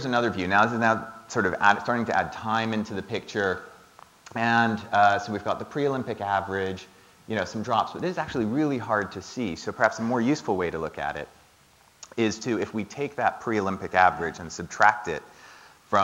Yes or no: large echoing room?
yes